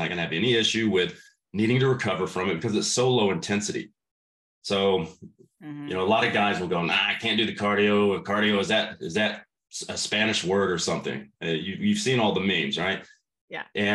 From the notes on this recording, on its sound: This conversation was recorded as part of my virtual summits.